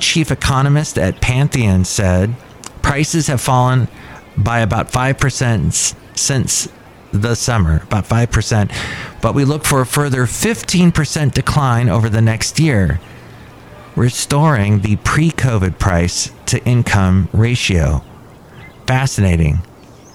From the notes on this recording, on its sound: Podcasts live from Cafe Anyway.